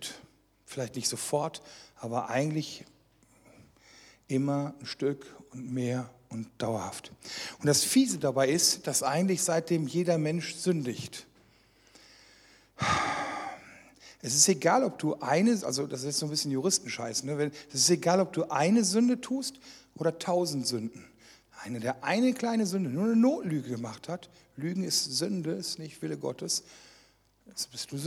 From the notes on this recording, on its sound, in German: Teil einer Reihe, die während einer Jugendmitarbeiterschulung aufgezeichnet wurde.